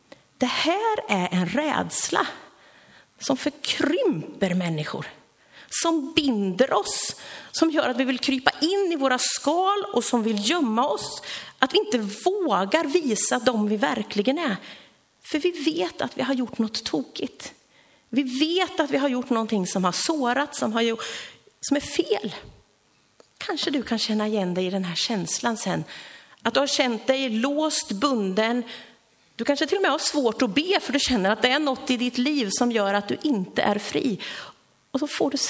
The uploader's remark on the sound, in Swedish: Inspelad under gudstjänst i Löfstadkyrkan i Tranås